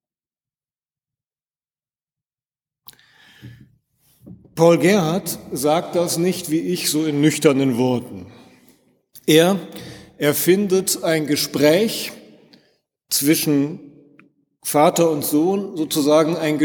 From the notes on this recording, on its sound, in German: in der Martin-Luther-Kirche, Detmold im 10 Uhr Gottesdienst